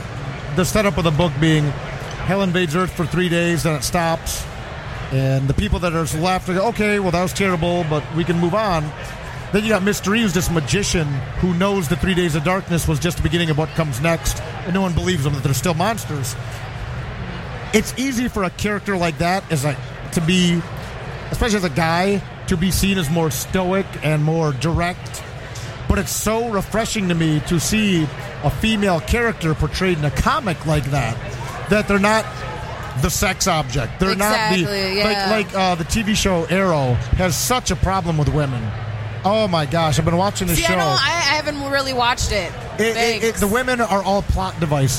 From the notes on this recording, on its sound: Live From Motor City Comic Con